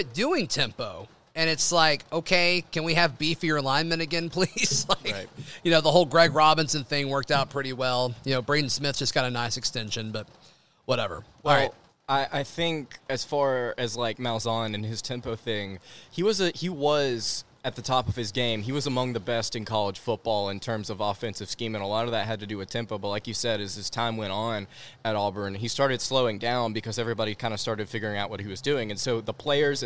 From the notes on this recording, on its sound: live from Baumhower's